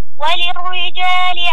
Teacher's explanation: لابد من ترقيق الراء مع التشديد، ولا نقول للرجال.